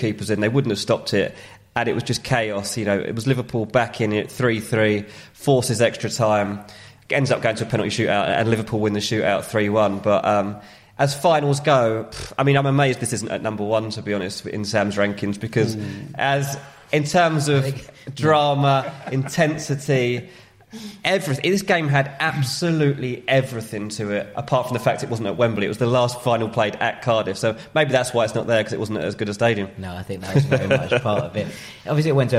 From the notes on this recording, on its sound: Live from Wembley.